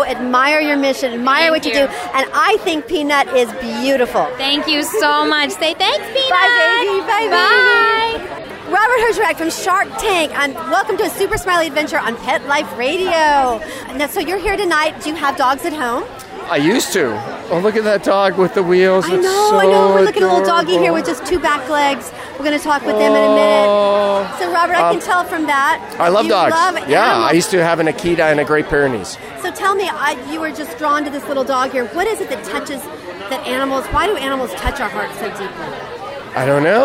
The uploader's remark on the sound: We Are Live on the Green Carpet! Live on the Green Carpet for the CW Television Network Special presenting the inaugural "World Dog Awards!".